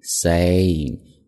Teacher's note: ay 是一个双元音，嘴角两边张开